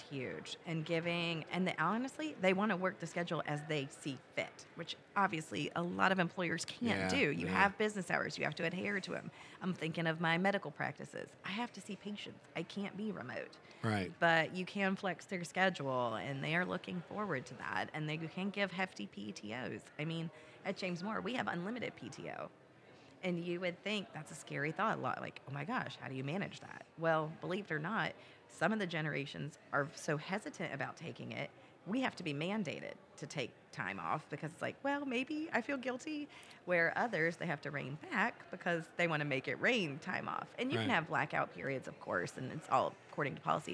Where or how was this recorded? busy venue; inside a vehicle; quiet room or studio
busy venue